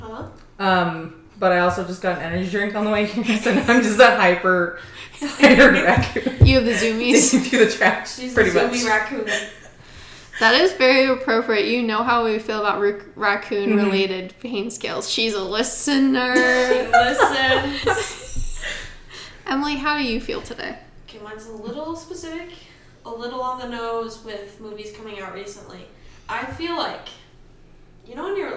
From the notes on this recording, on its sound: please forgive us this week as our audio is booty cheeks